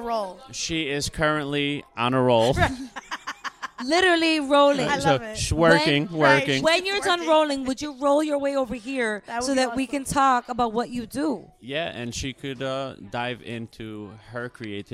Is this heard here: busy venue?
yes